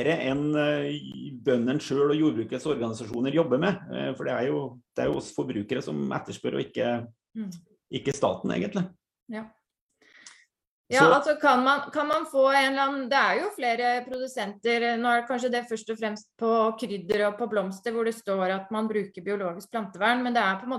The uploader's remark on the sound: Live Zoom